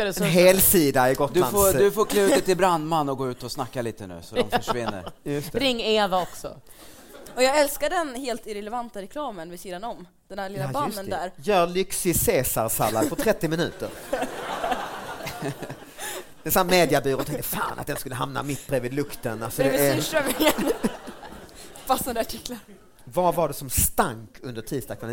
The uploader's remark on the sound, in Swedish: Live i Stockholm!